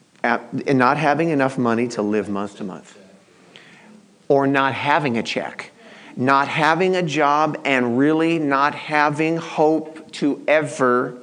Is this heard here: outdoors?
no